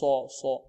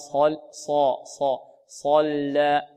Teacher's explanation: صاد مفخمة مطبقة بدون ضم الشفتين · Shown in: second take · إذا صلى انطقوا معي صلى صلى، يعني شفتين لا تنضمان هكذا صلى صلى بالضبط.